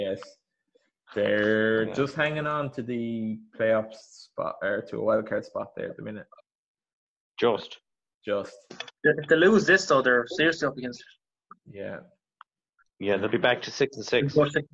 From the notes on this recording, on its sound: This was recorded over zoom so apologies for sound quality.